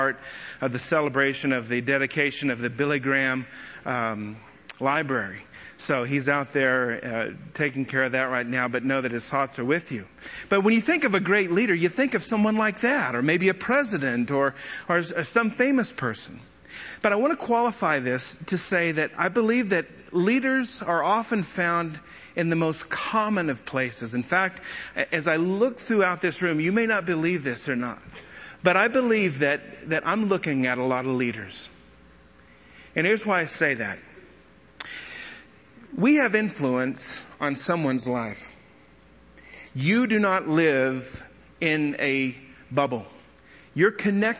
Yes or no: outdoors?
no